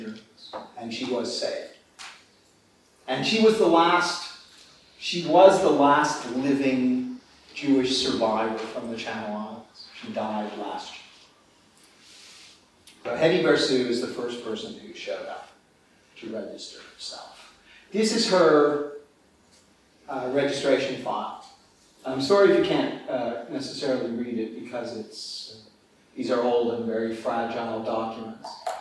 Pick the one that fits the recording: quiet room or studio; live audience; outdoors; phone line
live audience